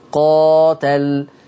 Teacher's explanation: قرأ حفص عن عاصم الكوفي بفتح القاف وألف بعدها وفتح التاء في كلمة قاتل، قاتل، يبقى فتح القاف وفي ألف بعد القاف والتاء مفتوحة، قاتل.